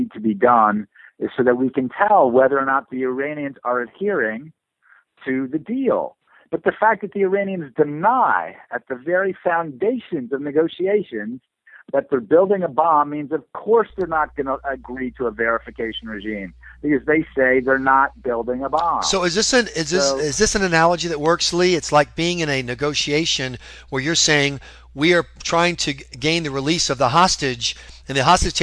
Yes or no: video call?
no